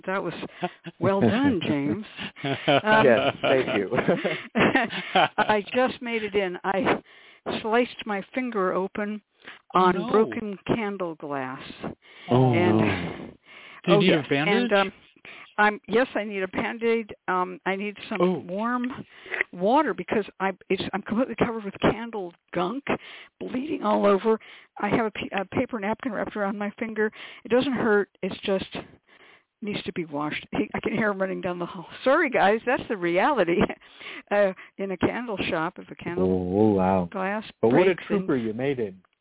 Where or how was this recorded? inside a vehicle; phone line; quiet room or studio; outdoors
phone line